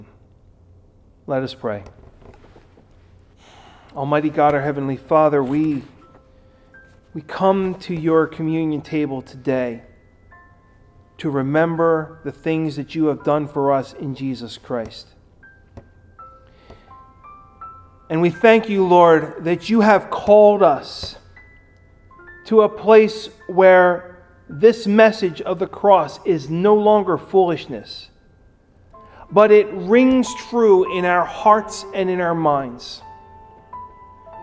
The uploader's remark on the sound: Recorded at Ebenezer UMC on March 7, 2021.